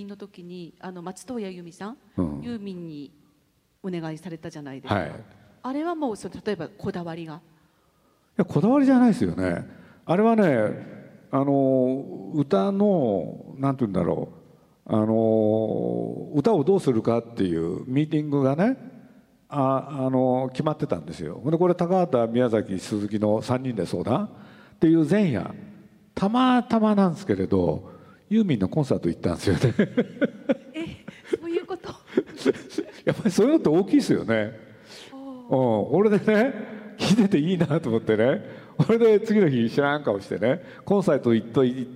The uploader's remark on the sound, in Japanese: 横浜市立図書館100周年記念講演会。横浜市立図書館100周年を記念して行われた講演会。